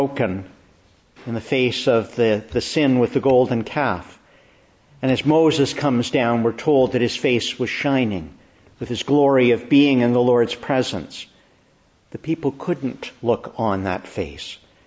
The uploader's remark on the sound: Preached in the Church of the Annunciation, Ottawa